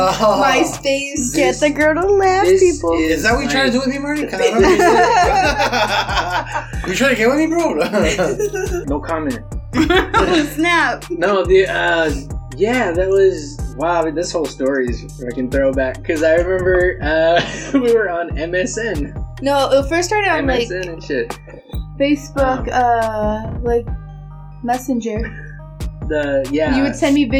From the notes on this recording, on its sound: Find out the hard way, why food isn't aloud in recording booths!